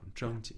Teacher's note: fourth tone, third tone